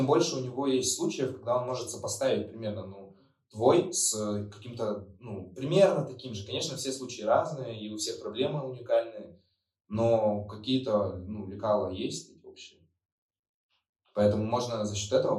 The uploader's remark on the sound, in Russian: В этом подкасте есть небольшие проблемы со звуков